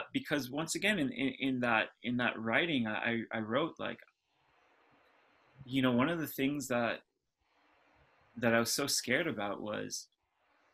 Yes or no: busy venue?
no